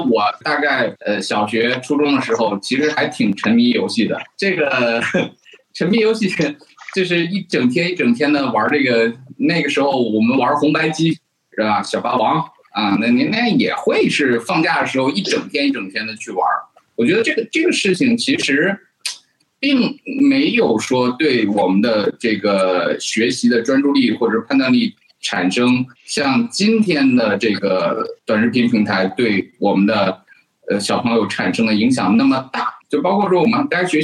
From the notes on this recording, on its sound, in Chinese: 进行了北京、天津、海南三地连线，采用网络录制，请大家原谅我们本期的音质。